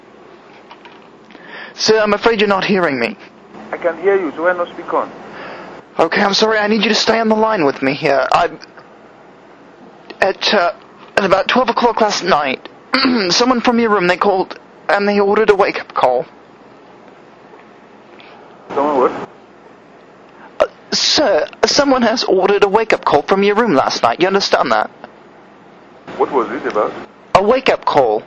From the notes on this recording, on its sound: Prank Phone Calls Collection. From archive.org.